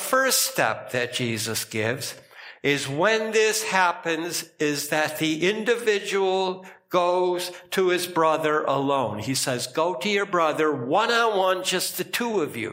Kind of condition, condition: setting, large echoing room